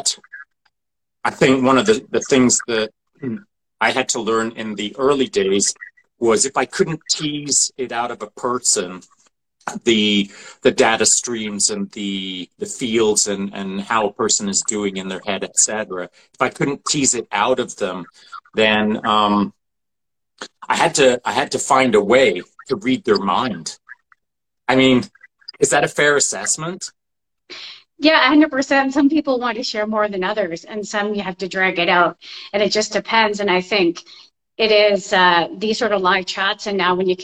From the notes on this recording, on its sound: An Instagram live chat